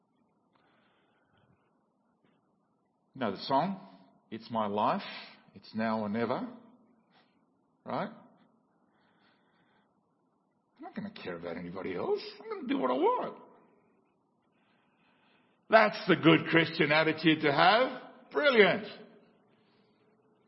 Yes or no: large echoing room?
yes